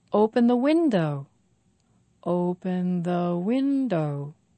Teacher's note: Five syllables. Stress on win.